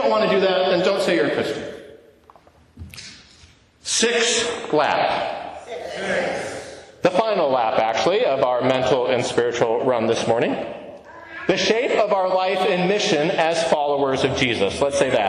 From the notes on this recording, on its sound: To a live congregation of St. John’s Episcopal Church, Dubuque, Iowa.